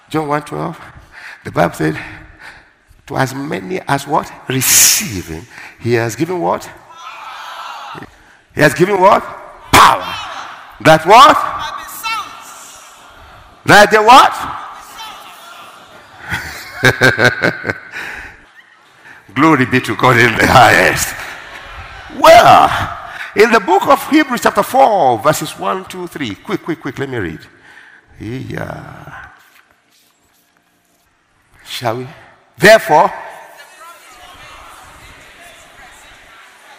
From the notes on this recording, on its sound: Word Explosion Conference, 2018: Day 7 (1st Service). Ministering During Word Explosion Conference.